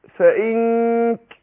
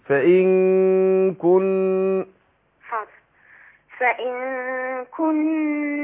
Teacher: بخفي النون عند الكاف مع الغنة حركتين · Term: الإخفاء